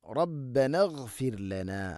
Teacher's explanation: ഈ മദ് വസുലിൻ്റെ ഹംസ, ഇഗ്ഫിർ ലന എന്നതിലെ ഹംസ വസുലിൻ്റെ ഹംസയാണ്, അഥവാ ചേർത്ത് ഓതുന്ന സമയത്ത് ആ അലിഫിനെ ഉച്ചരിക്കൂല. റബ്ബനഗ്ഫിർ ലന എന്നാ പറയുക.